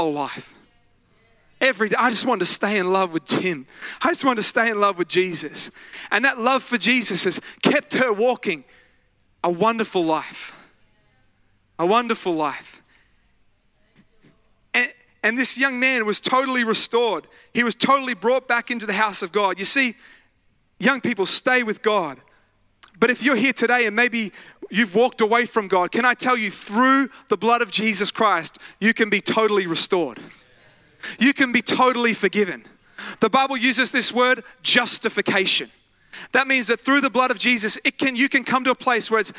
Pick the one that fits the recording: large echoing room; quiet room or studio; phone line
large echoing room